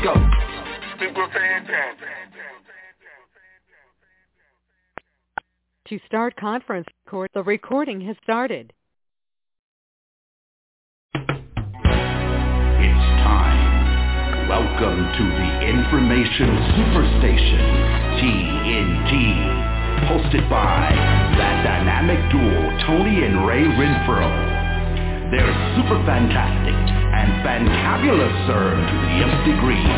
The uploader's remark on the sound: TNTSuperfantastic Conference Call